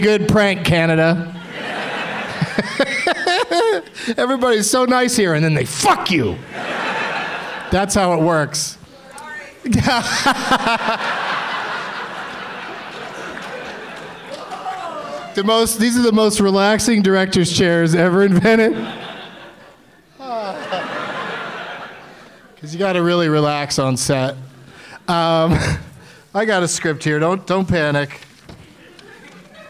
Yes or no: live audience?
yes